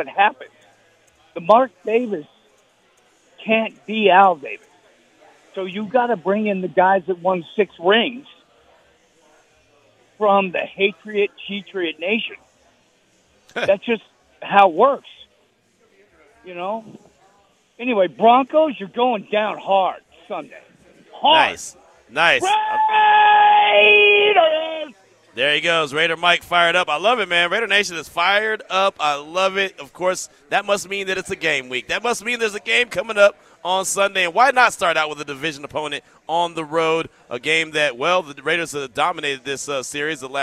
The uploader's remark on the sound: LIVE AT BUFFALO WILD WINGS